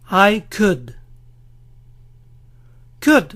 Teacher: Recuerden dejar de pronunciar la L.